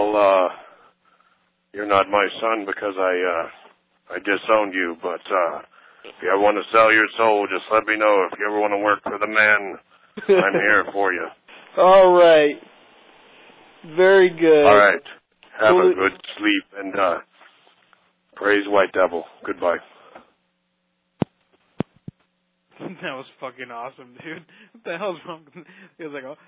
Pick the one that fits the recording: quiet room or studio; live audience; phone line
phone line